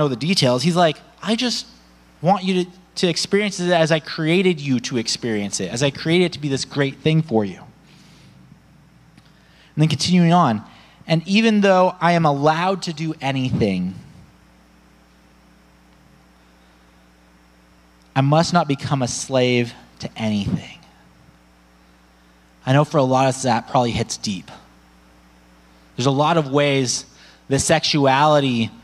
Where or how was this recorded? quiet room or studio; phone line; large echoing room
large echoing room